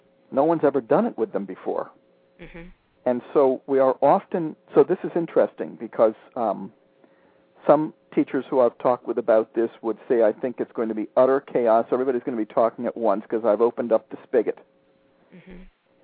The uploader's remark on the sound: spent some time with a classroom teacher who called